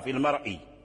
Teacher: هذا سبق، تقدم هذا الشرح، يعني وأنه لا اعتبار لتأخر السبب، ثم أعطانا أمثلة فيما يخص الراء الكسرة التي وقعت بعد الراء في المرء، فتبقى كلمة الراء من المرء مفخمة لأن الكسر تأخر عنها